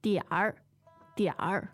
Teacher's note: that's third tone with the R on the end